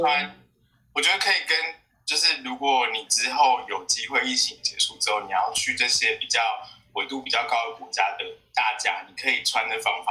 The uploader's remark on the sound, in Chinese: 希望大家不要太介意這不佳的錄音品質。也希望疫情過去後我們也能開始跟朋友見面重新進行面對面錄音聊天的日子。